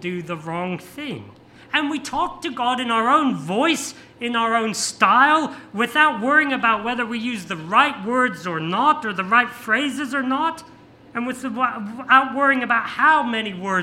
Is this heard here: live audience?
yes